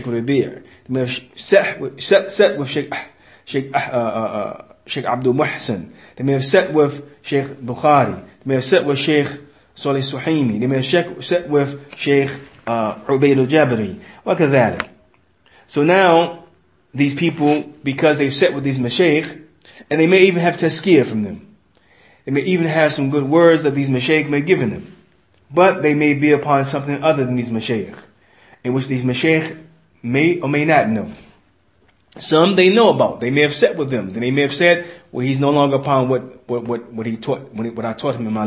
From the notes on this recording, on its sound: Lecture given in Masjid Anas Bin Malik, Kansas City, Missouri